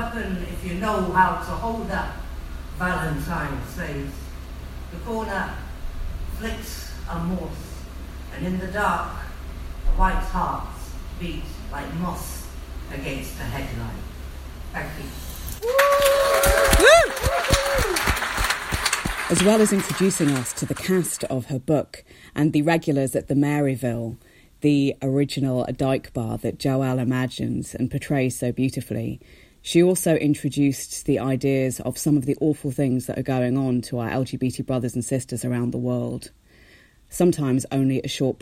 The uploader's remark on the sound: Recorded live at Heaven Nightclub in London. A lot of raucous audience participation at the legendary venue.